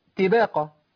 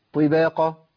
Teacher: الطاء محتفظه بتفخيمها ما زالت مفخمه · Shown in: second take